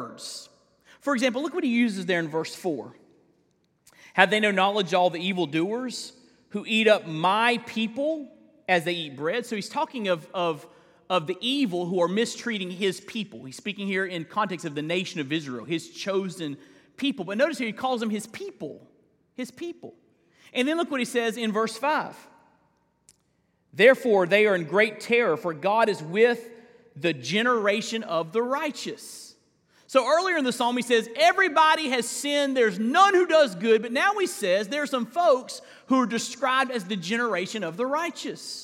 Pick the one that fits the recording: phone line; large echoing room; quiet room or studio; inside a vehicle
large echoing room